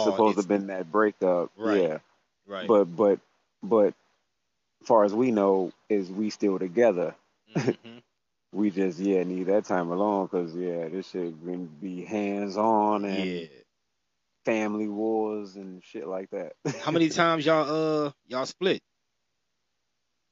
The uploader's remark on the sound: Me and a childhood friend got on the phone